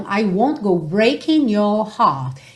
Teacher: fica muito mais fácil eu juntar esse N já no your